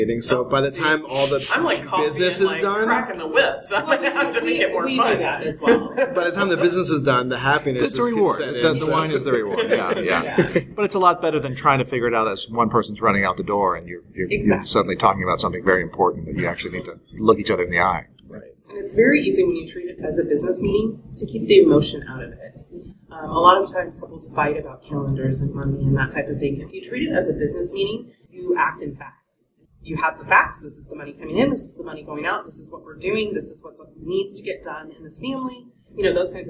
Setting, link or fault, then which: setting, busy venue